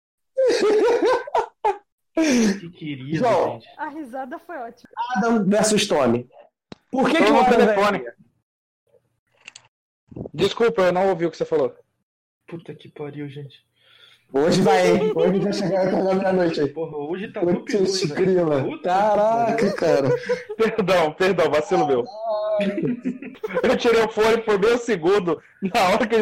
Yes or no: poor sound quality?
yes